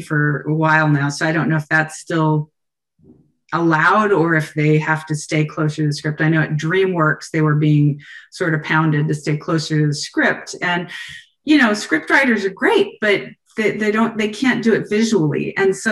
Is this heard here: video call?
yes